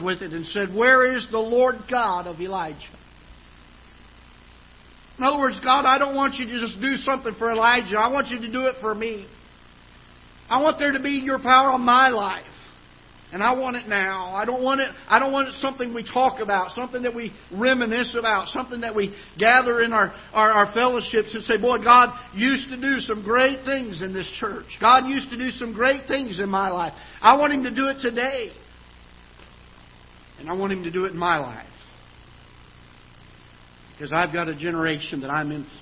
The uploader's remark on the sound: Ketha Heights Baptist Church ~ Live Broadcast